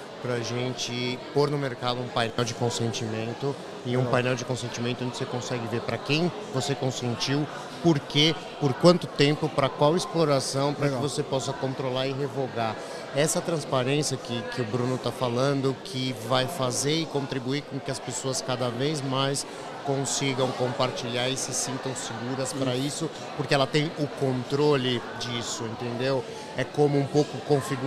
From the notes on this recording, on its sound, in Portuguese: episódio gravado especialmente no Fintouch 2022